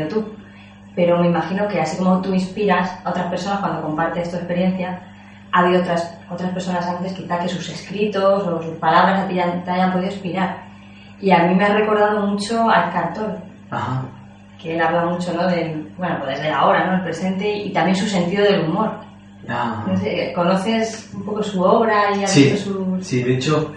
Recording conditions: poor sound quality